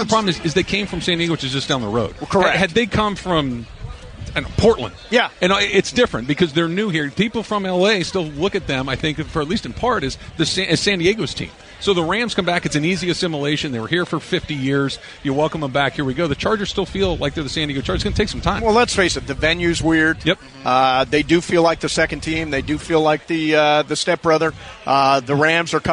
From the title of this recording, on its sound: Live From The Red Carpet!